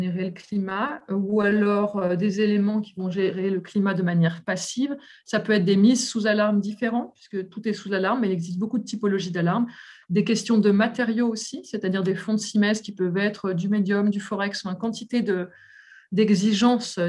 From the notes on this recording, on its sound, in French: Enregistré sur zoom le 20 avril 2021